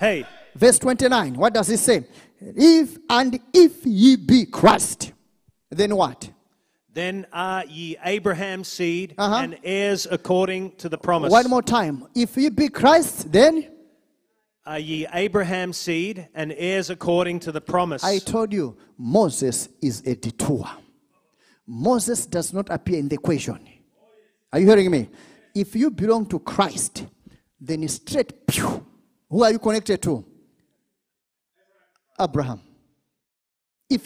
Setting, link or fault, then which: setting, large echoing room